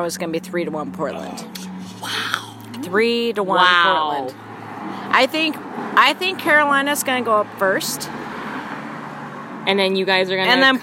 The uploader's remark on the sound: from outside Big Daddy's Roadhouse karaoke bar.